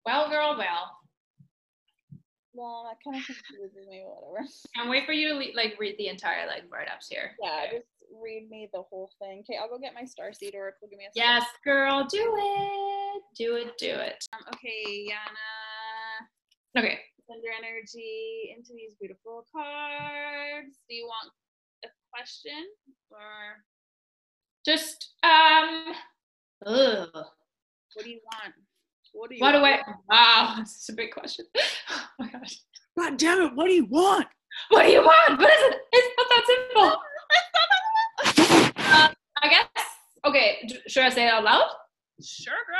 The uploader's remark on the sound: Two Projectors Jump On A Zoom Call.